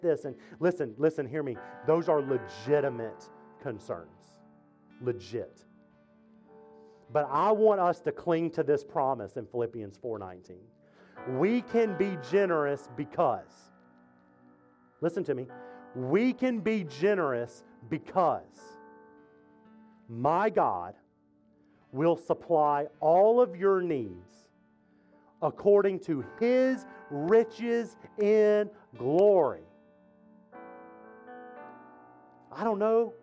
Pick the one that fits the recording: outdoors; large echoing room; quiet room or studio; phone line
large echoing room